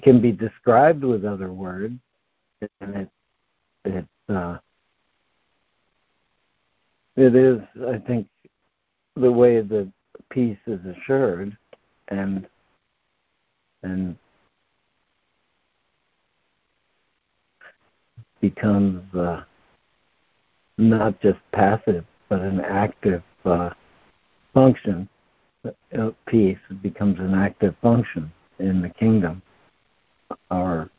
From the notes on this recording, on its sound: ACIM Daily Conference Call